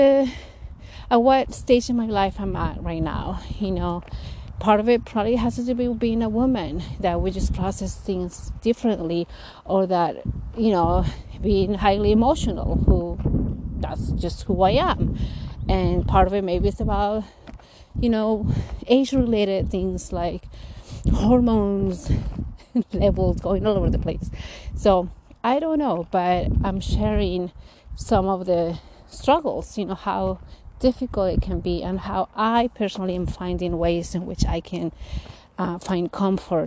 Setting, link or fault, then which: fault, wind noise